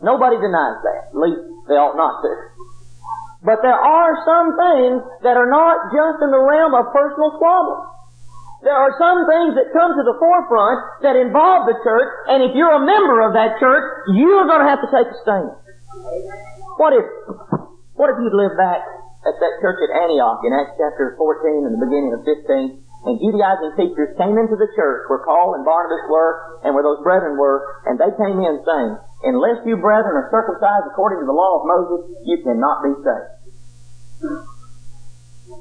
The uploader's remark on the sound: preached this lesson at the Helton Drive congregation in 1997